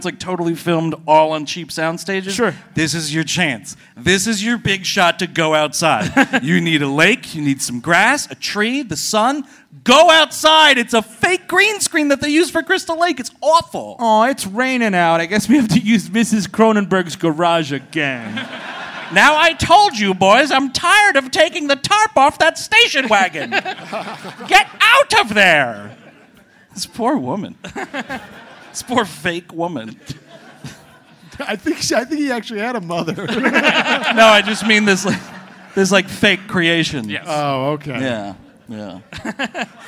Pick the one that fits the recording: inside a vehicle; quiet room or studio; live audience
live audience